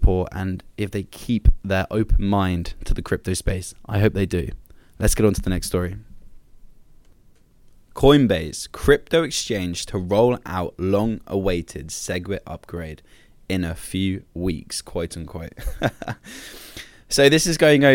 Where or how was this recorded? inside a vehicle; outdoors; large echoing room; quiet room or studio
quiet room or studio